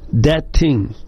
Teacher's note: they'll say the TH as a D sound, that thing, or as a T sound, depending on the kind of vowel.